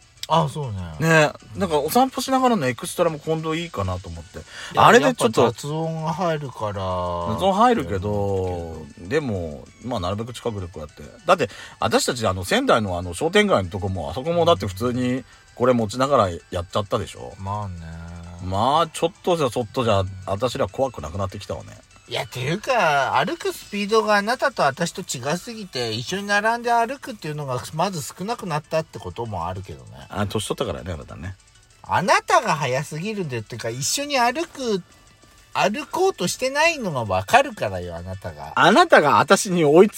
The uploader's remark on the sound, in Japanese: 2人組。パーキング収録。